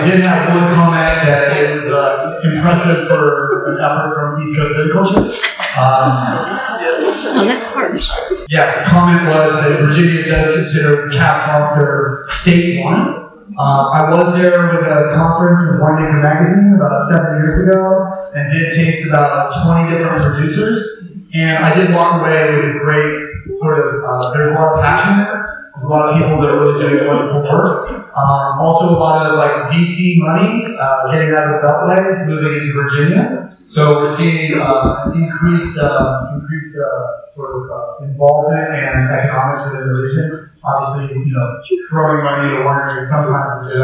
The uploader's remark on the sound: The event took place in a large barrel room, so I apologize upfront for the quality of the sound